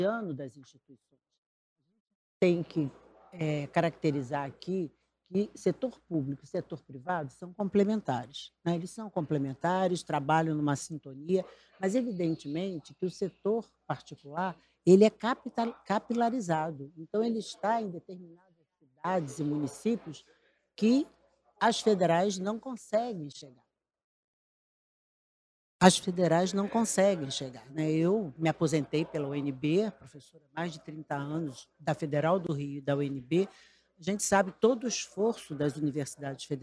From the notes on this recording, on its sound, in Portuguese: Este episódio foi gravado durante o XIV CBESP, principal congresso da educação superior brasileira.